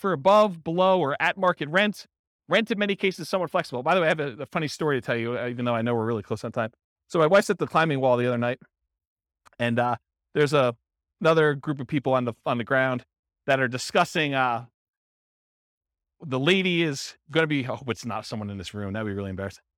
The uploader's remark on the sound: Real estate entrepreneurs in Lakewood, Colorado. This was a live class recorded. Live in-person version.